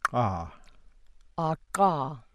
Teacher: An alveolar or post-alveolar click, often called retroflex